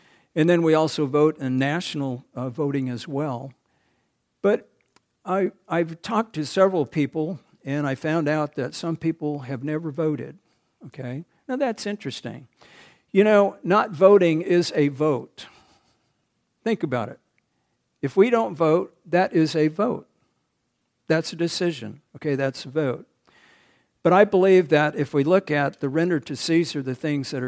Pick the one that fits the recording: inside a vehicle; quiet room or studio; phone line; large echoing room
large echoing room